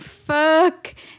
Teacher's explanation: E aí você pode até estender um pouco e falar um fuck, sabe? Mais estendidinho, porque muda um pouco dependendo da entonação.